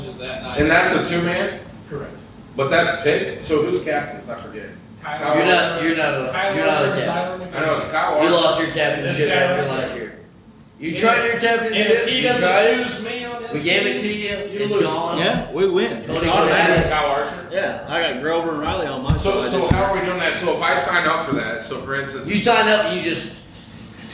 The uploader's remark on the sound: Live At 5 Iron Golf